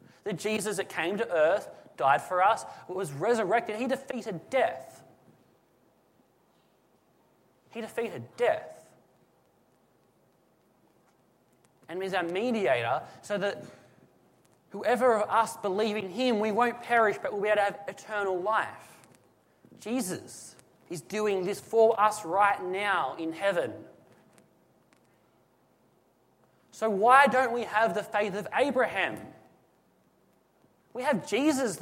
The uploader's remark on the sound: This is a sermon that was preached at Lismore SDA church on the 8 July 2017.